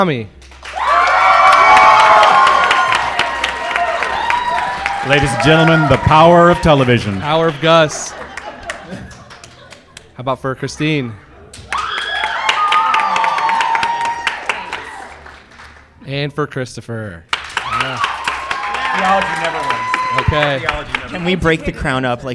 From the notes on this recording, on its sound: LIVE from BroadwayCon 2020 in New York City.